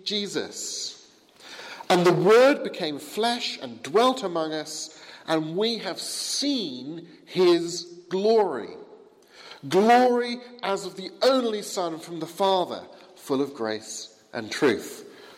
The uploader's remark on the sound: Sermon from the 11 am service at Highfield Church, Southampton, November 6th 2016.